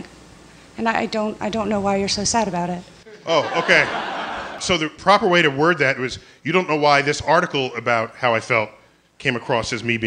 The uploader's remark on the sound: StarTalk Live